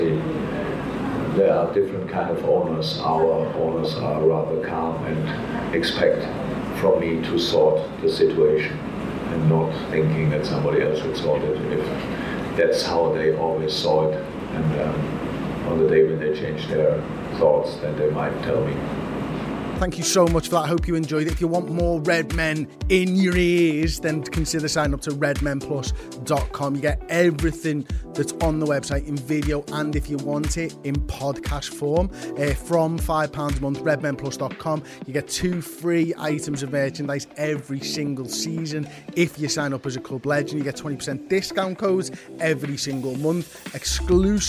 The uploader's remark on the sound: Post-Match Press Conference. Spoke to the media.